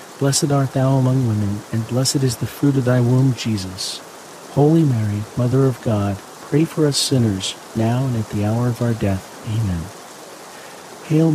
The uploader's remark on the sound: HEAVY RAIN. The natural ambient sounds of heavy pouring rain with crackling thunder and lightning will fill your senses with calm and wash away distractions alongside this Tuesday rosary.